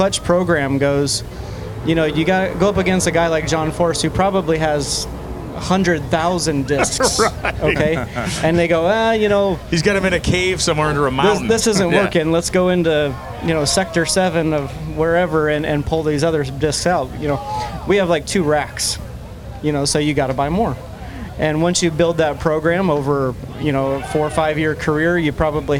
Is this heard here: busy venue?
yes